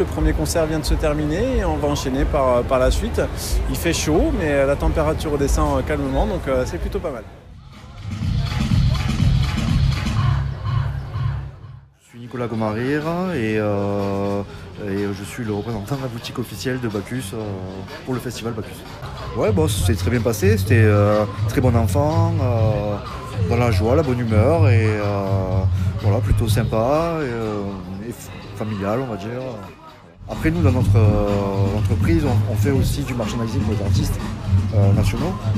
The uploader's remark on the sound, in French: En immersion dans les coulisses du BACCHUS FESTIVAL